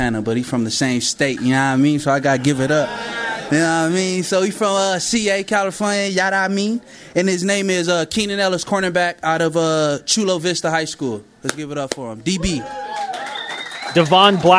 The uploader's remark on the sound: live from the SAB